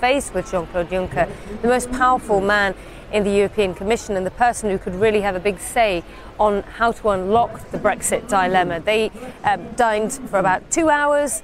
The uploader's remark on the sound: live at the New York Stock Exchange